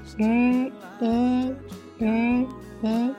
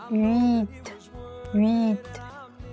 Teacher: 口型有变化，从圆形，然后变成裂开嘴 · Shown in: first take · IPA: /ч/